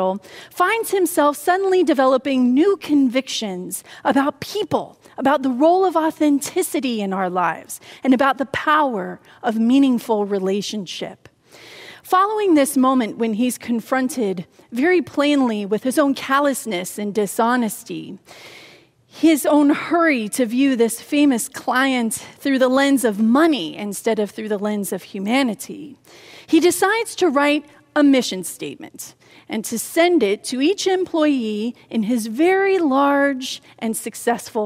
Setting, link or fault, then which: setting, large echoing room